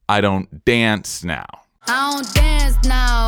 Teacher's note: And the emphasis is on dance. That's the word we feel really strongly.